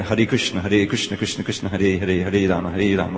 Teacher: You know, Hare Krishna, Hare Krishna, Krishna Krishna, Hare Hare, Hare Rama, Hare Rama, Rama Rama. Usually the Hare, you lose the weight of the second syllable. And you get Hare Krishna, Hare Krishna, Krishna Krishna, Hare Hare, Hare Rama, Hare Rama, Rama Rama, Hare Hare.